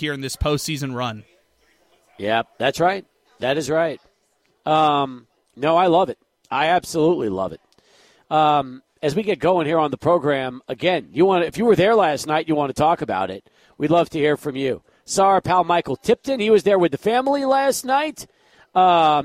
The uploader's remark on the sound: Live at Union Drafthouse Sunland